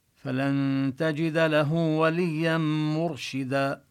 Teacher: وهنا الراء تفخم سكنت وسبقها ضمة فحكمها التفخيم. والتنوين الذي على الدال إذا وقفنا لا نلفظه، كما بينا هذه العلامات في حال الوصل.